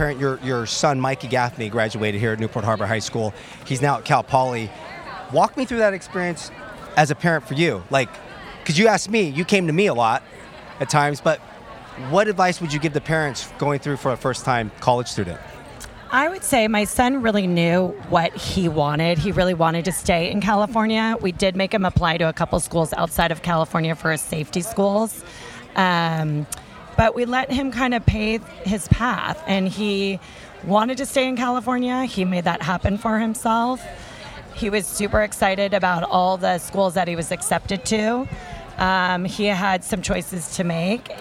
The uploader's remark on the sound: Remote from the campus of Newport Harbor High School. A remote podcast from a recent Regional Admission California Counselor College Fair on the campus of Newport Harbor High School in Southern California. This was "live" on campus at the time and remote during the RACC College Fair.